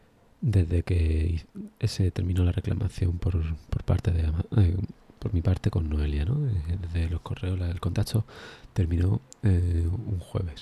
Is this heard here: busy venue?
no